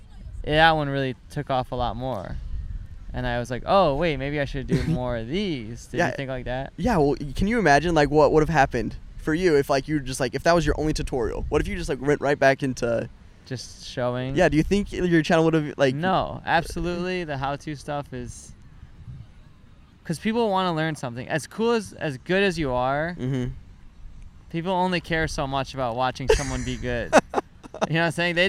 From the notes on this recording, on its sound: Bonus fun we recorded the whole interview on the beach at Santa Monica Pier!